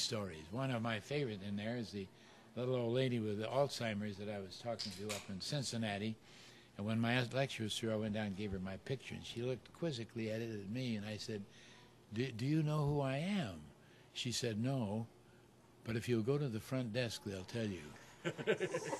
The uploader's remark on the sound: Interviewed At The Bookstore